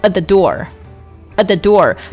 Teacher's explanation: at the t 也要做一个失去爆破处理，不要读成 at thedoor，而是要读成 at the door，不要把这个 t 的音放出来